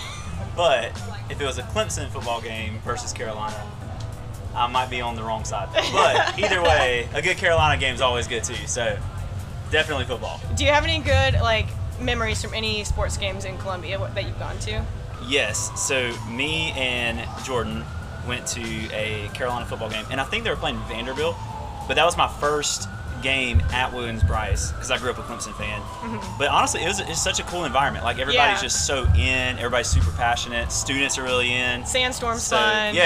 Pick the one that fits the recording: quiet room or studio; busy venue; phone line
busy venue